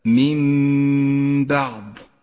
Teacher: الحكم الثاني هو الإقلاب من بعض، النون الساكنة وبعدها حرف الباء، تسقط النون من اللفظ ولذلك هي رمادية اللون، ونقف بغنة على حرف الميم لأنها تحتاج إلى غنة زمنها حركتان